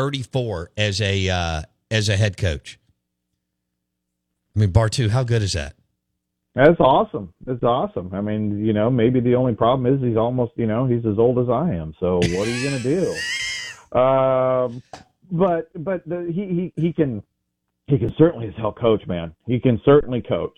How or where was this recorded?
phone line